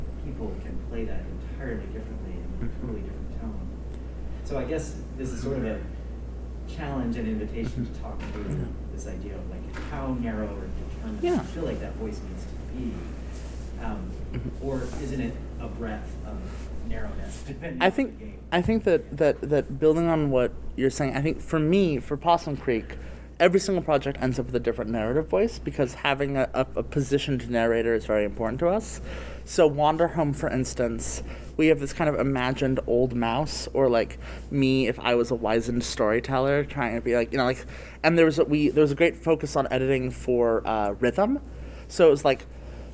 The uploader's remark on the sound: Recorded at Metatopia 2023